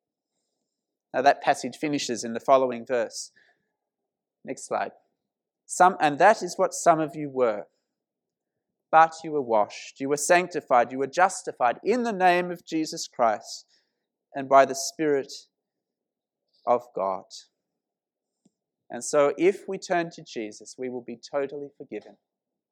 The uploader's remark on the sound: This sermon was preached at St Mary's Cathedral, KL on 2nd September 2018.